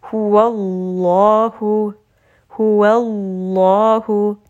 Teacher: we are not going to make the waw heavy. The lam is the letter that is heavy, the waw is not heavy. So we are not going to say huwa, huwallah. · Term: heavy lam